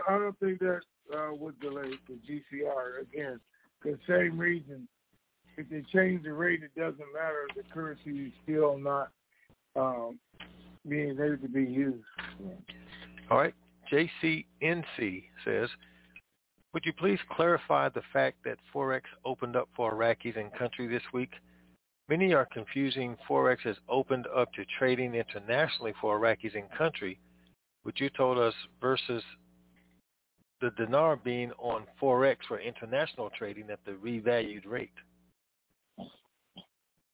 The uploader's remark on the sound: TNTSuperfantastic Conference Call